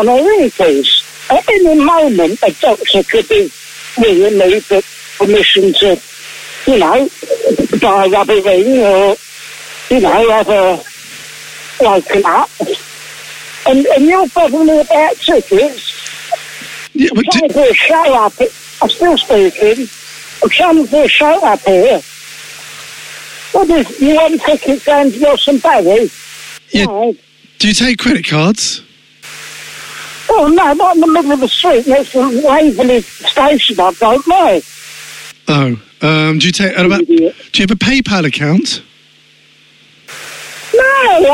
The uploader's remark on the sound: This is what happens when you call a confused pensioner at a bus stop